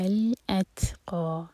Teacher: تا پر ہمس ہوگی، تا پر سکون ہے تو سانس جاری رکھیں گے تا پر. اتقا قا منہ بھر کر، قاف ہیوی لیٹر ہے اور دو حرکہ لمبا کریں گے.